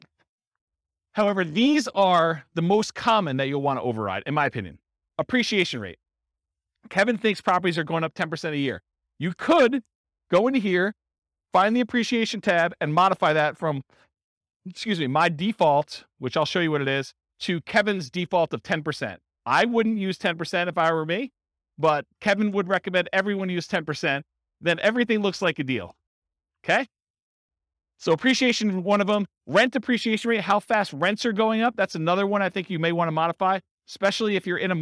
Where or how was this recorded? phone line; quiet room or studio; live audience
live audience